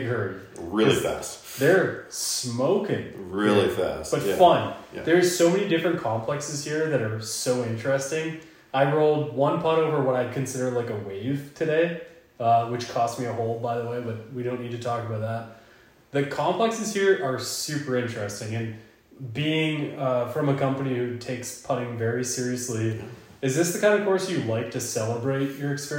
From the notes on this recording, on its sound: This one was done in person at the Ballyhack Golf Club in VA. Please excuse the minor echo, as the cottages on site are not conducive to recording live audio.